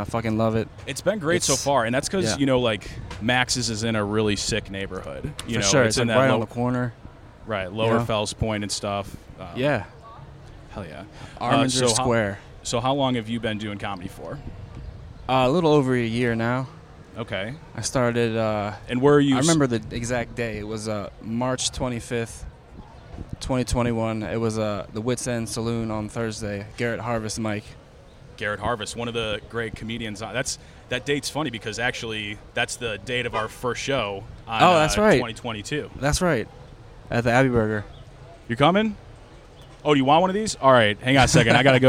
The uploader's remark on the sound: Recorded outside the comedy open mic at Max's Taphouse. On Saturdays in Baltimore.